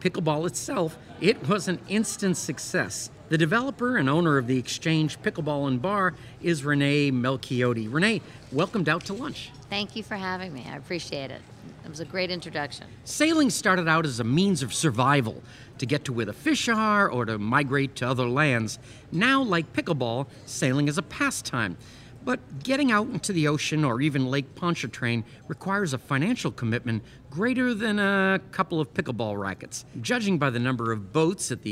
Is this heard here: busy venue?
yes